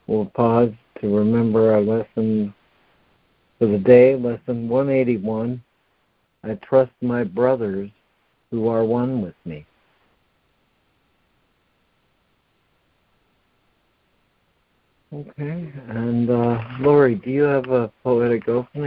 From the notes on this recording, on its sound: ACIM Daily Conference Call.